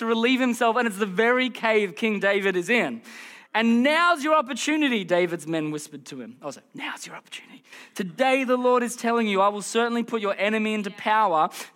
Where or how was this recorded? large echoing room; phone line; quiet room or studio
large echoing room